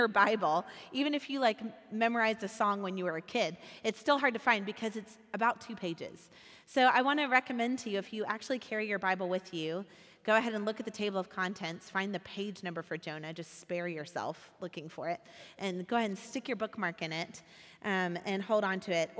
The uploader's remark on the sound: recorded at our Sunday gathering on February 27th, 2023 in Port Orchard WA